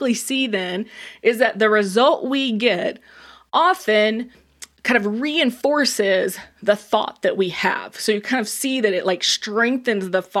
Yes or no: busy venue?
no